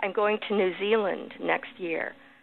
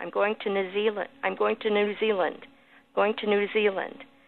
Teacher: For instance, if you were following it with a hard consonant, like "I'm going to New Zealand next year," you see, I barely touched the T. It almost doesn't have a vowel there.